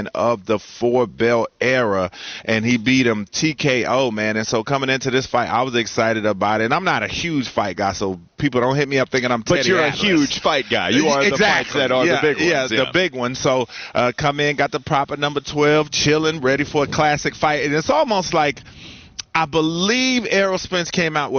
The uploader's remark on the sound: Get off the bus live from Panthers training camp.